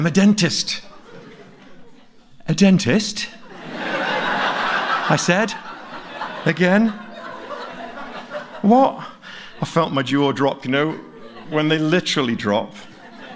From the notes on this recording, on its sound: We gathered to enjoy eight stories presented in front of a live audience at Seattle's McCaw Hall.